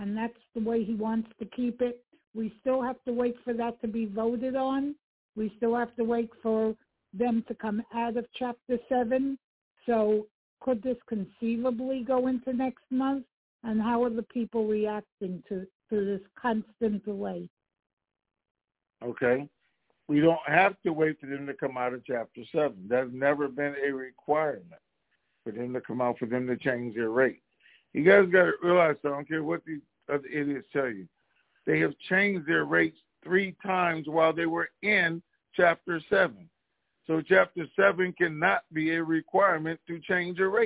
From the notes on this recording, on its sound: TNTSuperfantastic Conference Call